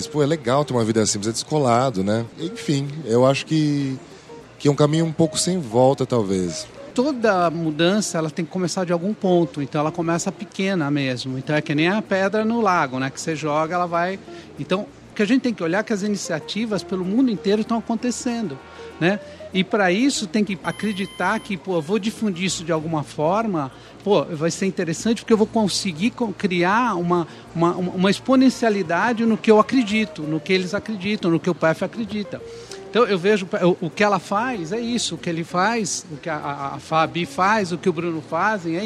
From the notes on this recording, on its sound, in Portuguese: Gravado no Festival Path com apoio da cerveja Sol.